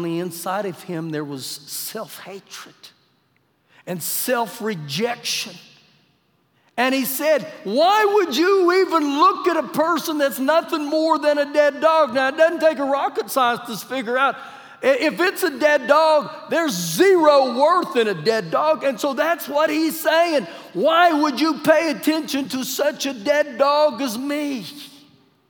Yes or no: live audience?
yes